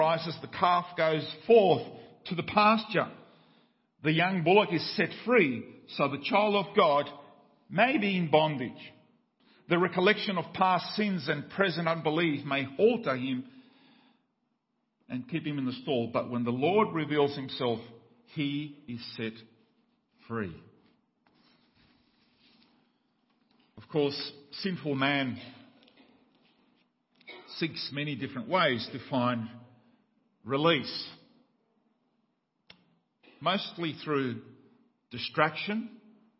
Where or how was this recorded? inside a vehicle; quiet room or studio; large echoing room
large echoing room